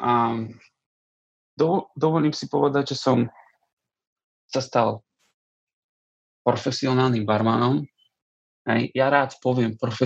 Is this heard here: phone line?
no